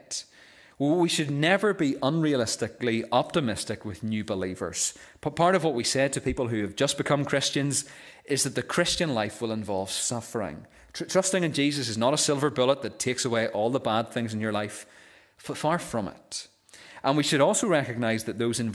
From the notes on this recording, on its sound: This is the recording of the Bible reading and sermon from our evening service on Sunday 29th October 2023. This service marked the close of our Missionary Weekend.